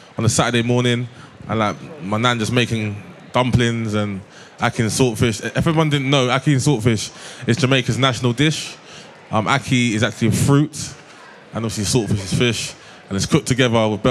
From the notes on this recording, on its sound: Live from the BBC Good Food show